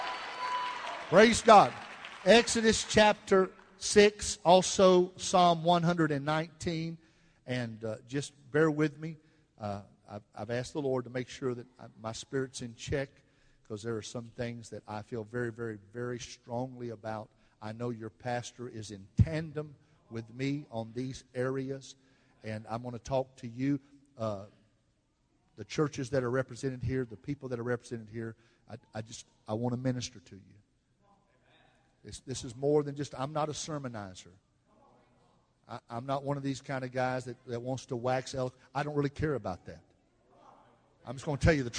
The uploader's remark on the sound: Baton Rouge Camp Meeting 2015